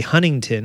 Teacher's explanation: but apparently we don't pronounce the middle T